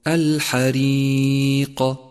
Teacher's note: احذر من إتباع القاف بهمز بسبب المبالغة في القلقلة، أي هكذا الحريق، وهذا خطأ شائع صوابه الحريق.